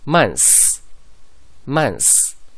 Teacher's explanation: 在咬舌音后再发这个 s 的话呢会非常困难，所以呢直接略掉咬舌音